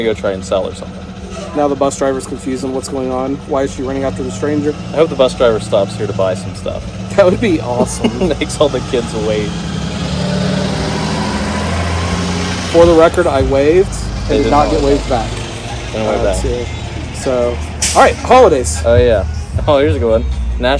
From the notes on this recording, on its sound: Chatting at a Garage Sale. They chat it up while sitting outside.